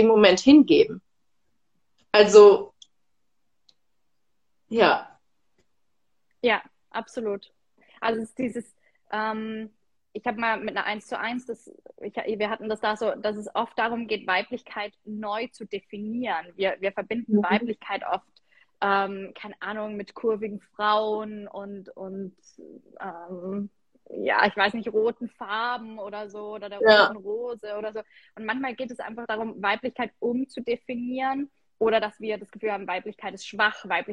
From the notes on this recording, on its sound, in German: hier erwartet dich ein Instagram live Soultalk